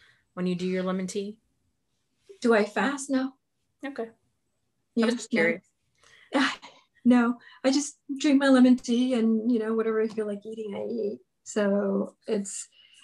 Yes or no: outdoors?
no